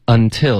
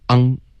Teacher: Until,别发成 un, OK,它是一个 n 的音得顶舌尖 · Shown in: first take